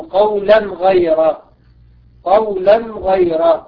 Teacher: هنا أظهرنا التنوين لوقوع حرف الغين بعدها